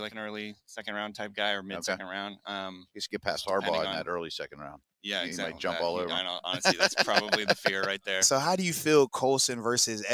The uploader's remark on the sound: LIVE from the NFL Combine